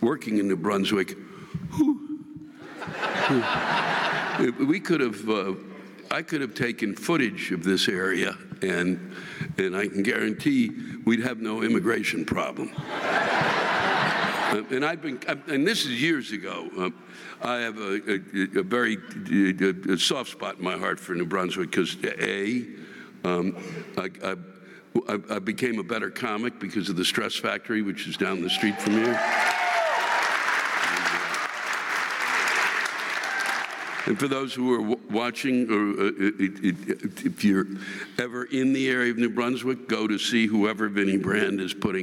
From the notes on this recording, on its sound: The live rants this week come from the State Theater in New Brunswick, New Jersey and the Bergen Performing Arts Center in Englewood, New Jersey.